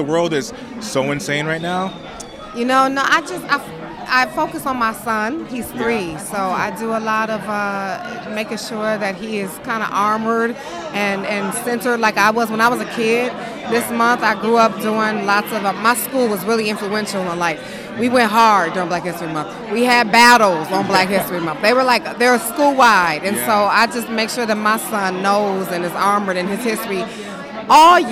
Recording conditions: busy venue